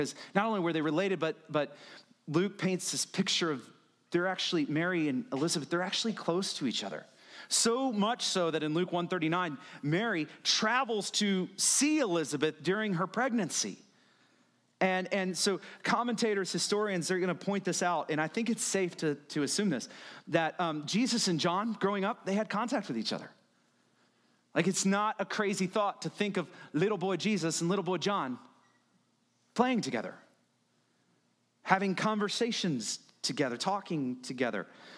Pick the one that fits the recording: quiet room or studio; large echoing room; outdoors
large echoing room